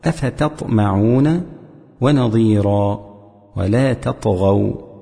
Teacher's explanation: يجب الاعتناء ببيان التاء وتخليصها مرققة، خصوصا إذا أتى بعدها حرف إطباق